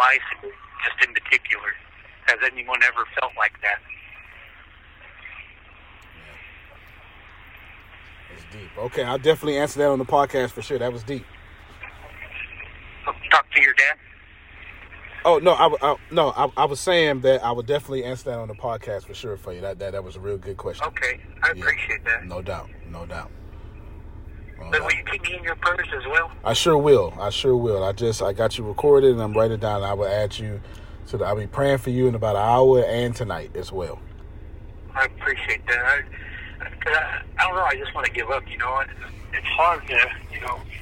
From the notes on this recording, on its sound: the phone call from prison